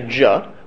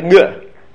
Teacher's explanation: in the Yemenite tradition, a gimel with a dagesh is a ja, without a dagesh is a g.